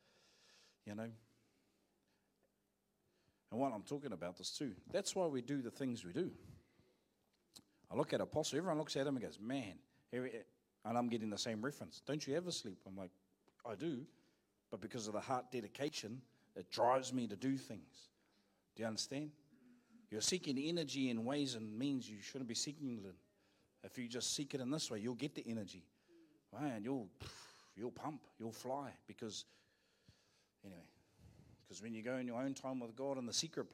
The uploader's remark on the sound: Live From IwiTapu Destiny Church